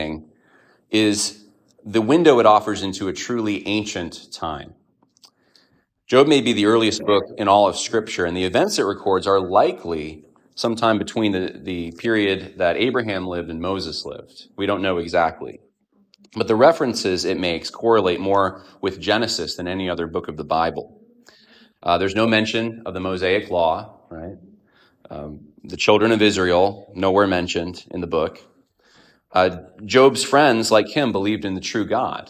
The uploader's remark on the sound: A sermon delivered on 12/10/2023 at Evangelical Fellowship Church